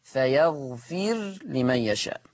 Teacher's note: أما ورش عن نافع فيقرأ فيغفر، ها، بسكون الراء، فلما تبقى الراء ساكنة وما قبلها مكسور فتبقى مرققة، فيغفر لمن يشاء.